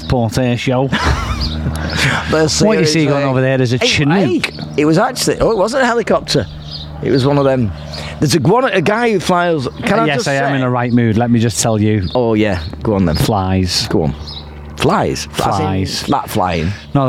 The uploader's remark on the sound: recorded outside in the scorching heat.